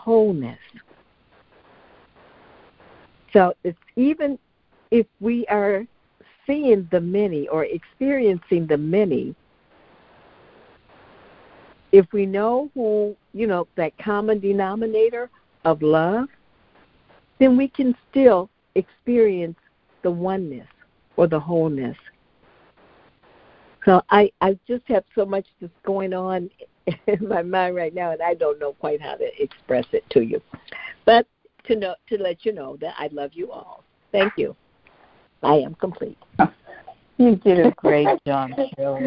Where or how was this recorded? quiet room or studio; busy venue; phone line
phone line